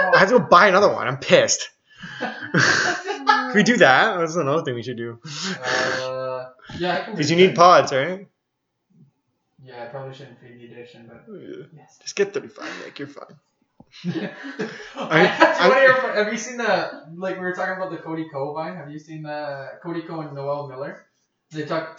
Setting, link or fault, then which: fault, poor sound quality